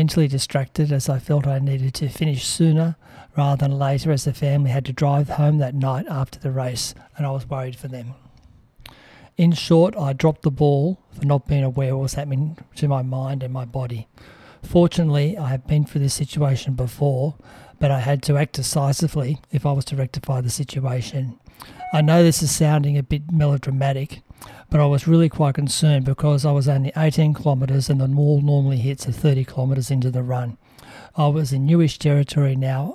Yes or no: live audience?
no